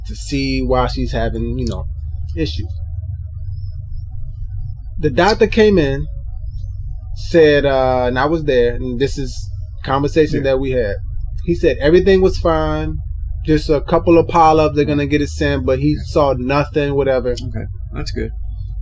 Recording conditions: poor sound quality